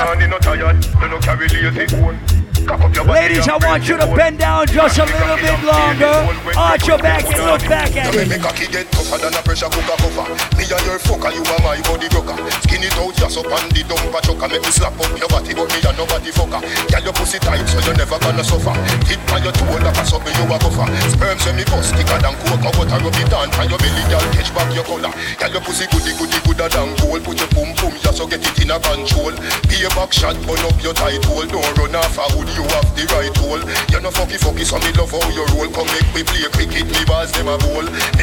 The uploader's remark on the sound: LIVE AUDIO ! Live audio recording from the Island Satudays launch on Saturday July 10th in Providence, RI.